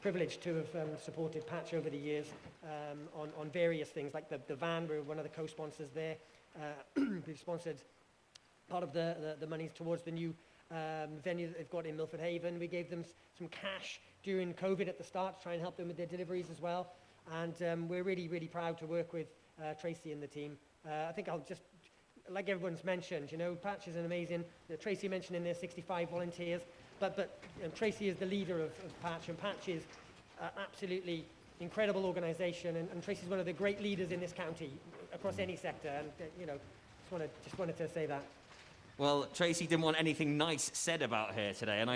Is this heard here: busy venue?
yes